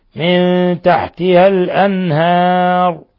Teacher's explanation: من تحتها نون ساكنة جاء بعدها التاء إخفاء حقيقي. الأنهار نون ساكنة جاء بعدها الهاء إظهار حلقي